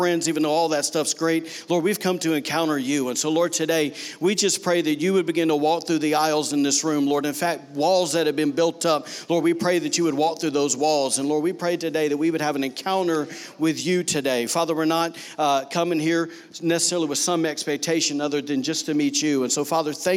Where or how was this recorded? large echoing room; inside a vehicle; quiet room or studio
large echoing room